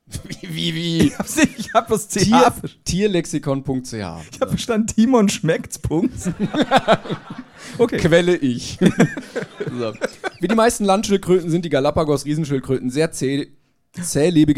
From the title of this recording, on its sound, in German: LIVE in Köln